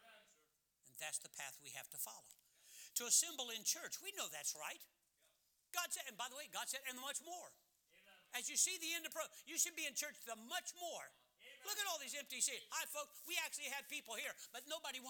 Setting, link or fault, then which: setting, large echoing room